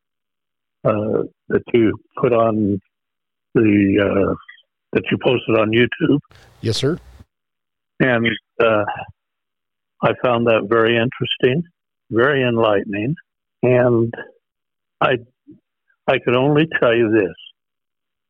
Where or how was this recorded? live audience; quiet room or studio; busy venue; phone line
phone line